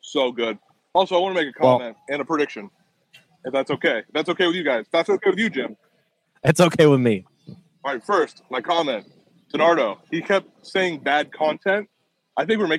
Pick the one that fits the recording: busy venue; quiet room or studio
busy venue